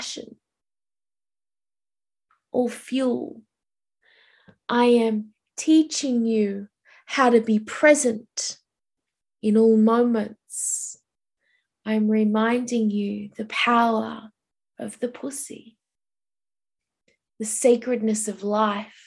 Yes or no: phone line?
no